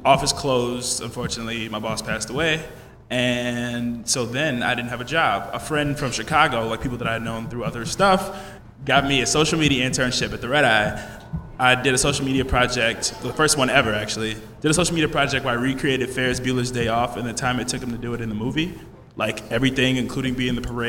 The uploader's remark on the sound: In a live podcast panel at Rockit Bar & Grill